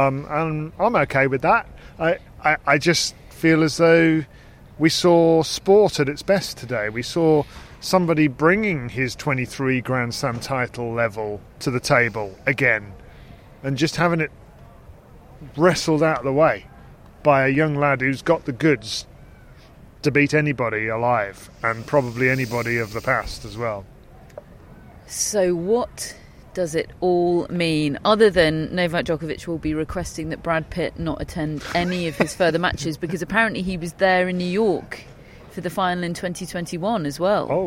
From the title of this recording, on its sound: Live from Wimbledon Day 14